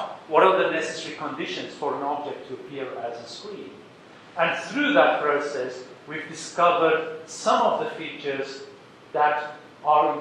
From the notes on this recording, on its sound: This ‘from the archives’ recording is the second part of the keynote from “ Triangular Conference 2008”. The talk was recorded in-person with a live audience. In the UCD Lochlann Quinn Undergraduate School of Business, Belfield, Dublin, Ireland.